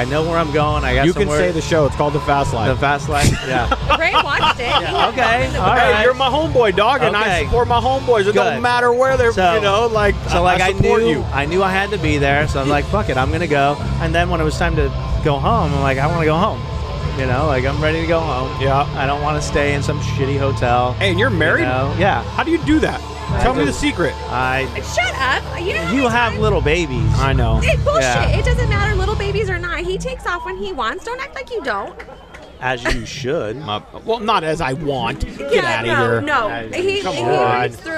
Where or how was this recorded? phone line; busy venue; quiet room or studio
busy venue